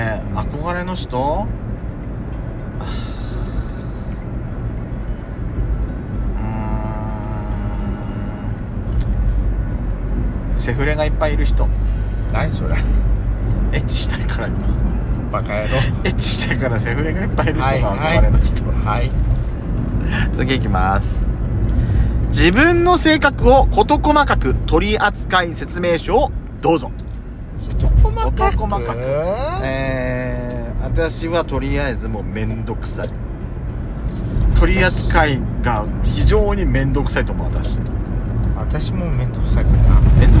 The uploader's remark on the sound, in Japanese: ドスドライブ収録 #ロードノイズゴメンね。